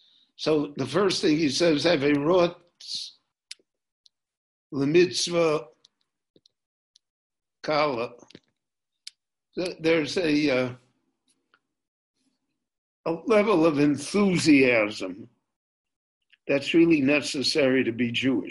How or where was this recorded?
video call